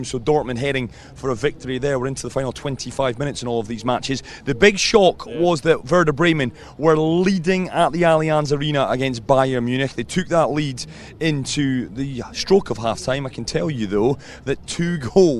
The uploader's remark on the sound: From the rooftop garden of Barasti